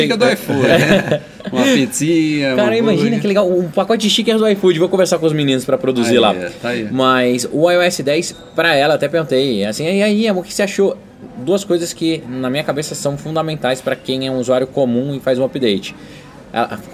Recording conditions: busy venue